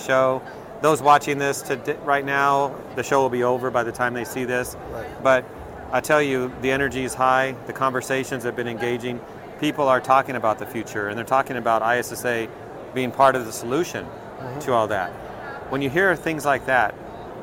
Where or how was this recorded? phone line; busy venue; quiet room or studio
busy venue